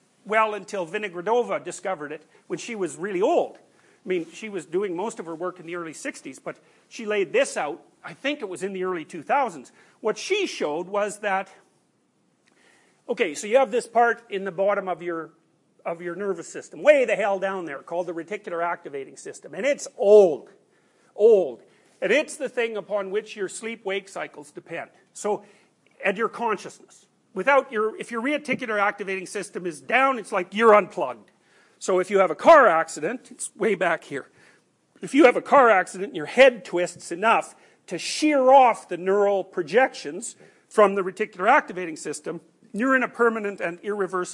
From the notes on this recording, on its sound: These recordings are from his class Personality & Its Transformations.